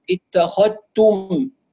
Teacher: لكن من يقرأ بالإدغام هيكون عنده في الإدغام إدغام كامل، يعني تدغم الذال في التاء إدغاما كاملا فلا يبقى أثر للذال. يعني ننطق بعد الخاء تاء مباشرة